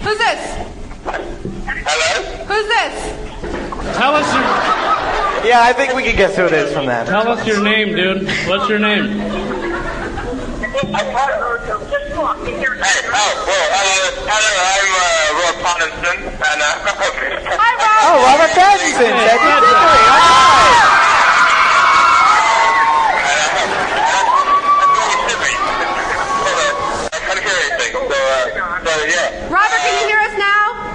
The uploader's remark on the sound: Our huge live show with PotterCast, recorded at Manhattan’s Union Square Barnes & Noble right after the premiere of Harry Potter and the Goblet of Fire . More than 500 fans came out to say hello; we all were downright terrified.